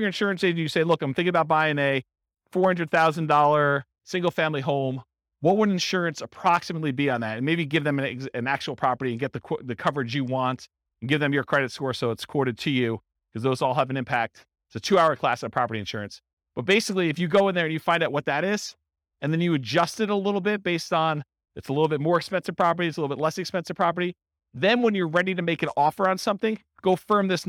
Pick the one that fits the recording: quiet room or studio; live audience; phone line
live audience